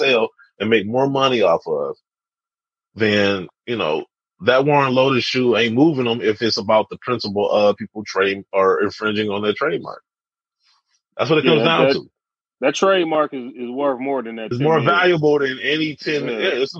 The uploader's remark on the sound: We're recording the show via Zoom.